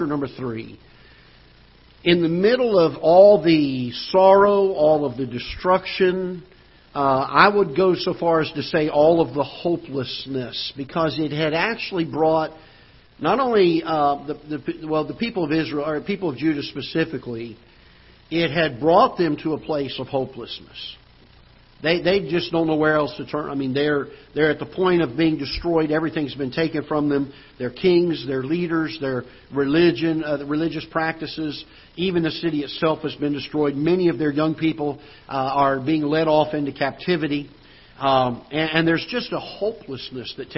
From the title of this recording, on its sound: Ketha Heights Baptist Church ~ Live Broadcast